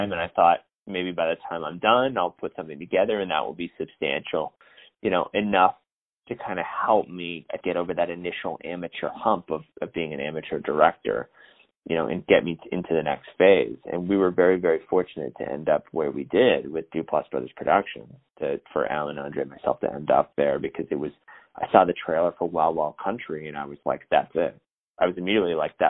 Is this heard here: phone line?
yes